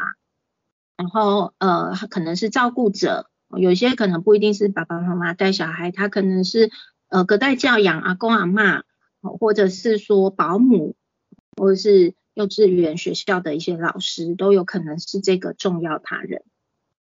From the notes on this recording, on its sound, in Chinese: 講座錄音。此為線上課程錄音檔！